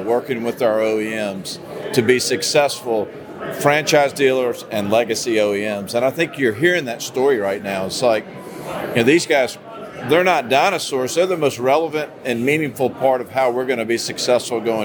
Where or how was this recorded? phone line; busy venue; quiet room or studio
busy venue